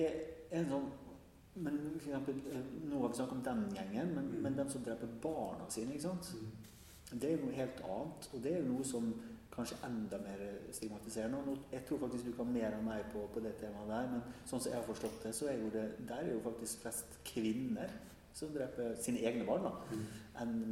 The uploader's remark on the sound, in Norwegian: Live på Trondheim Folkebibliotek.